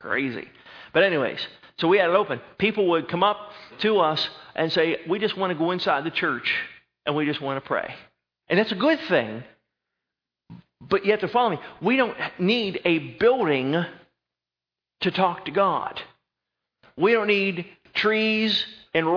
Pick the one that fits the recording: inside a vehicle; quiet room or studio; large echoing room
large echoing room